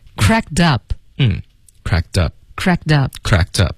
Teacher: 美国人一般来讲都会把那个 k 呀、之类的该省了省对、英式发音也会其实就省了因为他觉得麻烦你连续两个爆破音特别麻烦麻烦磕磕碰碰的感觉对啊不流畅嗯所以就变成了 cracked up cracked up cracked up cracked up 好这问题问得特别好啊、问得很好 yeah it's